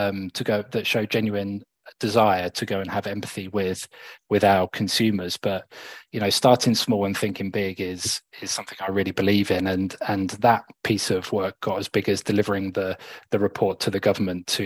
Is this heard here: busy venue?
no